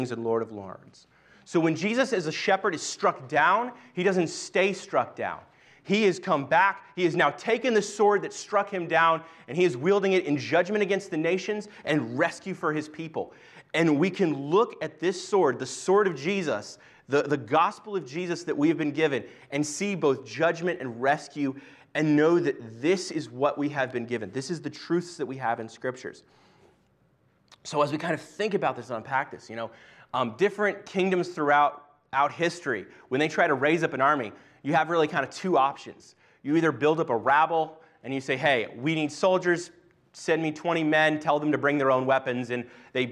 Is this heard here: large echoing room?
yes